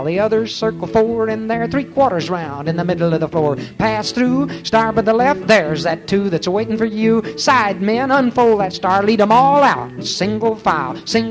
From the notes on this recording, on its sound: Vintage MWSD Live Dance Recording.